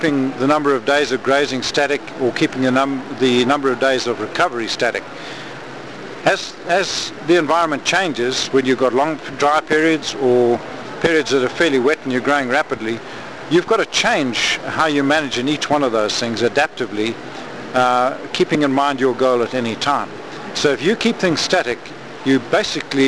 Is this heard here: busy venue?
yes